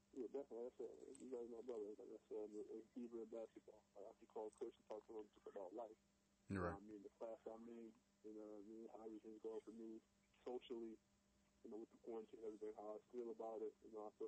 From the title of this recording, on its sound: Live phone interview